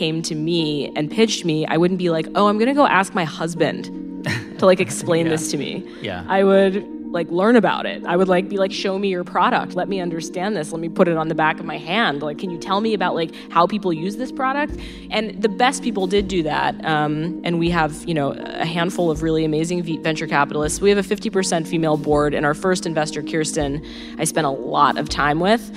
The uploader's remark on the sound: Recorded live in New York City.